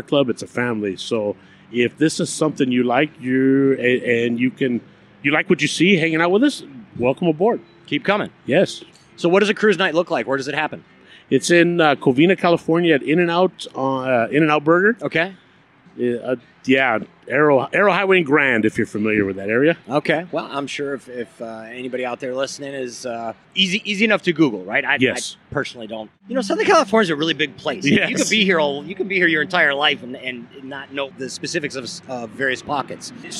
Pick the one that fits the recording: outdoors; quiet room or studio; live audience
outdoors